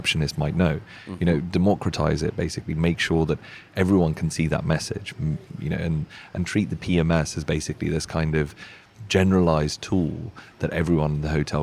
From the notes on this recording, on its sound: Indie Colorcast Live at The LINE Hotel.